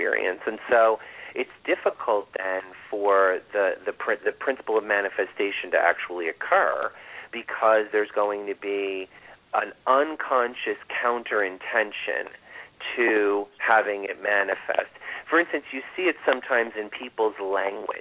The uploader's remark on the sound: This is a call in show with live mini readings!